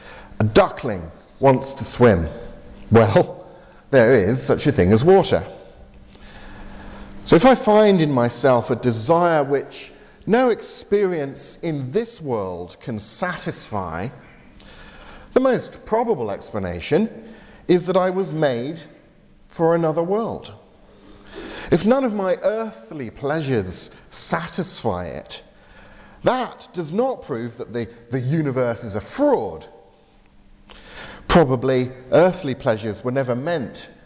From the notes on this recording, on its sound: delivered at Portrush Presbyterian Church in Northern Ireland